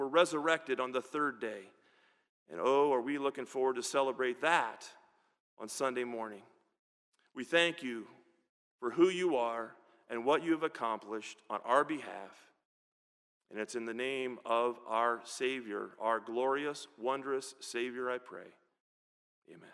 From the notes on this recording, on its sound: This is a sermon recorded at the Lebanon Bible Fellowship Church in Lebanon, PA on 04/15/2022 during the Good Friday Service. Five guest pastors associated with the Lebanon Bible Fellowship Church spoke.